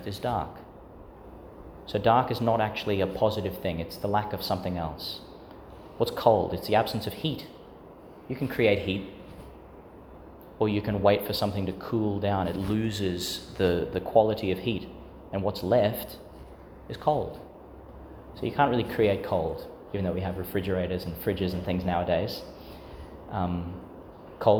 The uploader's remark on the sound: Homily for Laetar Sunday, the Fourth Sunday (of Year A) in Lent, 2022, delivered in St Agnes Church, Agnes Waters, Qld.